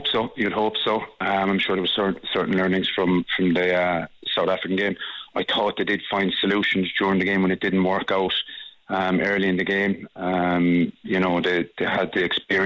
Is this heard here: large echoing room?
no